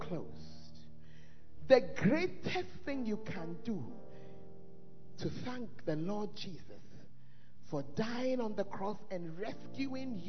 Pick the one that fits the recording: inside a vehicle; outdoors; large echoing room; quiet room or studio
large echoing room